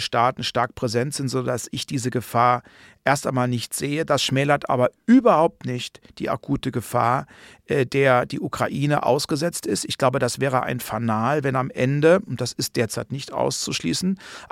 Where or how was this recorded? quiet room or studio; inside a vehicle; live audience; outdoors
quiet room or studio